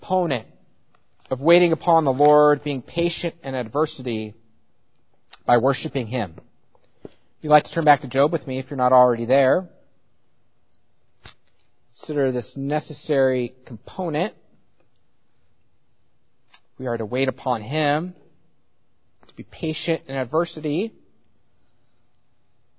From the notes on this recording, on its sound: At Covenant Baptist Church in New Berlin, Wisconsin – a confessional Reformed Baptist church.